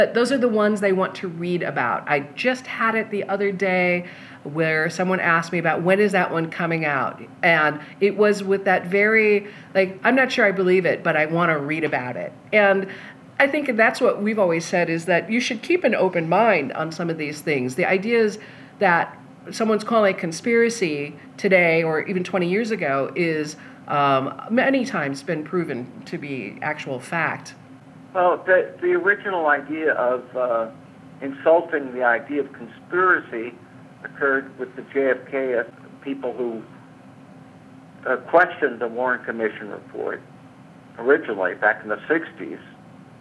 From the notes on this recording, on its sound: recorded this phone conversation in February of 2018